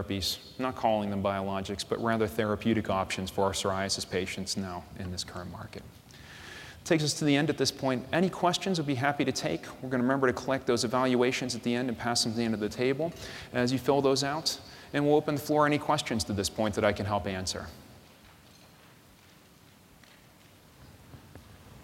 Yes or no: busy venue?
yes